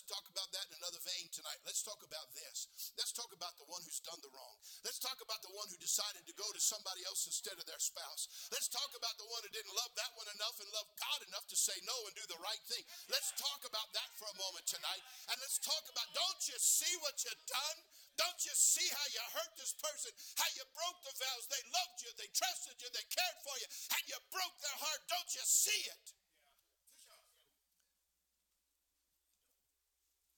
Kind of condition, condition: setting, large echoing room